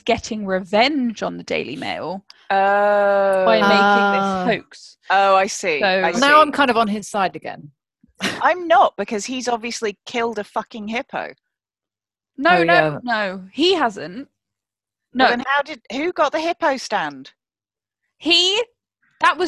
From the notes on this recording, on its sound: This episode was recorded via Zoom due to lockdown